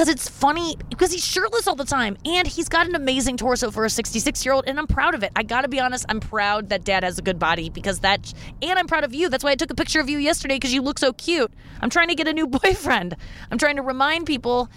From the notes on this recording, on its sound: in the car